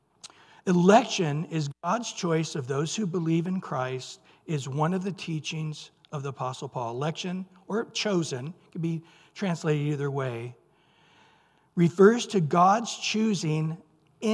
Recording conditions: large echoing room